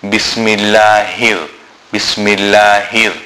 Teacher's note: the small ha, which is pronounced from the bottom of the throat, the beginning of the chest